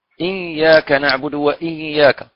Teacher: كأنهم أدغموا نون ساكنة في ياء مع غنة فيقرؤون إياك نعبد وإياك هذا إدغام لنون ساكنة مع ياء لكن